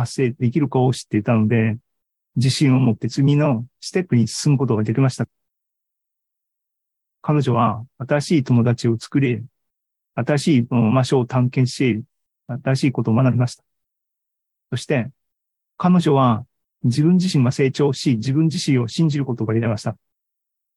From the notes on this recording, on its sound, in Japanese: ZOOMライブの模様です。